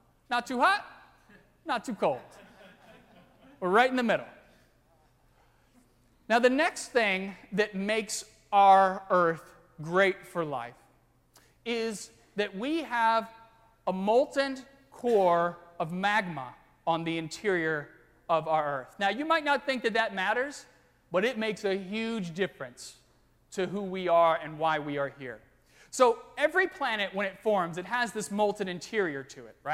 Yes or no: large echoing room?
yes